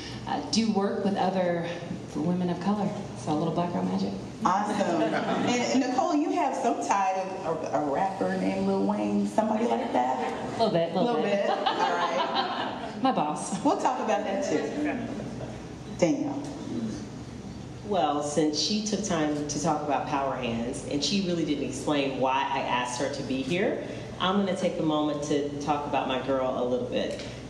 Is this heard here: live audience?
yes